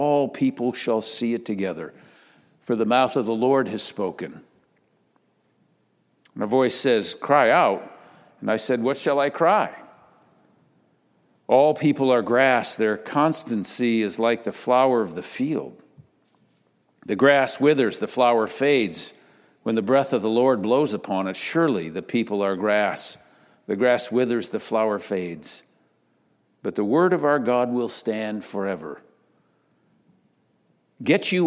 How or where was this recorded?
large echoing room